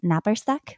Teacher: it has the rolled R, it has a consonant cluster